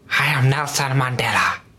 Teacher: His voice is very breathy.